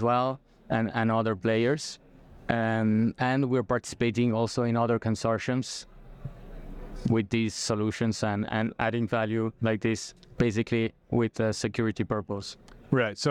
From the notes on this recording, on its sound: recorded onsite at Blockchain Rio in September